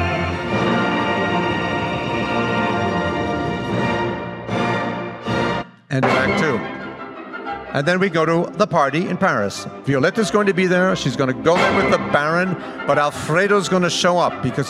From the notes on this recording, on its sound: LA Opera’s pre-performance lecture on June 1, 2019